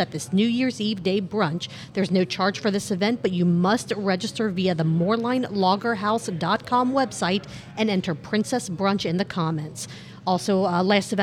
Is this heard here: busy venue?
yes